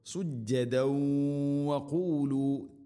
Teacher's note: തൻവീനിനെ വ എന്ന അക്ഷരത്തിലേക്ക് ഇദ്ഗാം ചെയ്യണം, കൂട്ടി ലയിപ്പിച്ച് മണിച്ചുകൊണ്ട് ഉച്ചരിക്കണം.